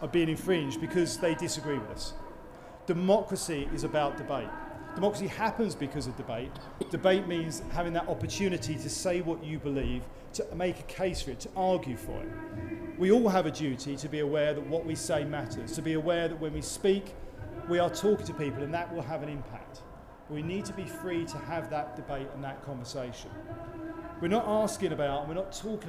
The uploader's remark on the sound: I have edited a couple of the questions from the floor. In a marquee that was far from soundproof.